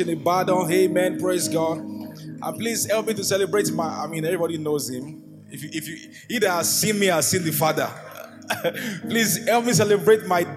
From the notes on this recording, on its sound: an inspiring sermon from Gracemade Christian Center's first-ever Grace Conference